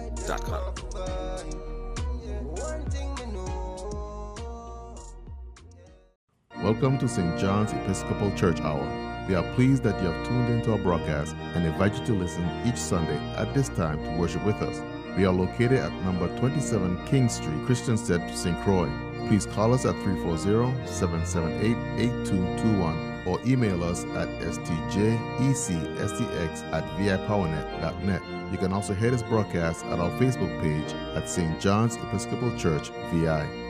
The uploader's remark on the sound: KeepItLoud Crew Live Sunday Service with St. John's Episcopal Church U.S.V.I.